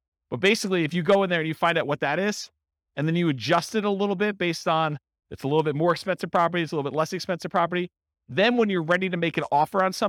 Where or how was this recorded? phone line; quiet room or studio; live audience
live audience